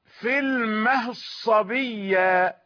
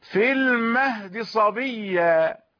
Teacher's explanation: وأيضا في المهد وفي الخلد، في المهد صبية عندما يدغمون إدغاما محضا على نظام المتقدمين يقول يقرأ في المهد صبية، في المهد صبية، إدغام محض. والإدغام الذي خفف فأصبح اختلاسا يختلس جزءا من الكسرة · Shown in: second take · في المهد صبية، يعني يسرع بالكسرة، في المهد صبية. · Term: الاختلاس